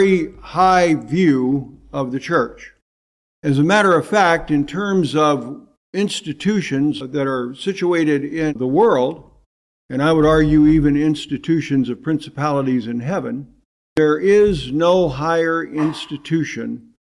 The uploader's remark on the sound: preached in 2018 at Bethel PBC in Calabash, NC